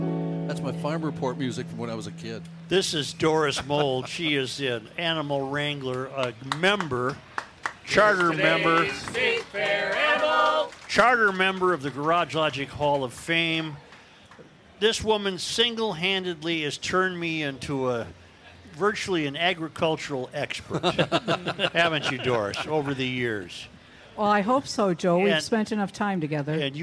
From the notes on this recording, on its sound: Day 1 from the MN State Fair!!